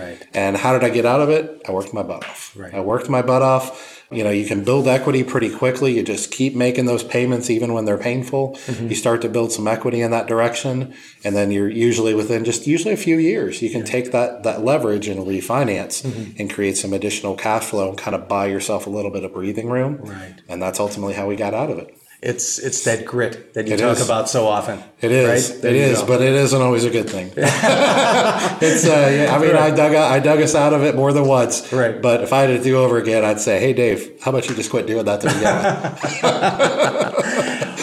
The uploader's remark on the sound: In this special episode, recorded in San Diego at CLA’s 2023 Excellence in Laundry Conference.